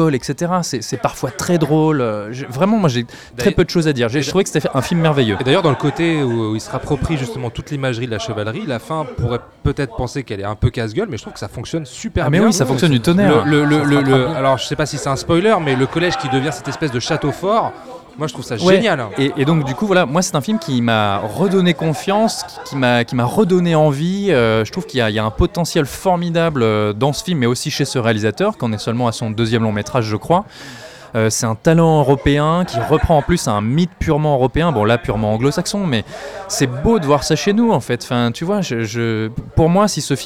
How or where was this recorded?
busy venue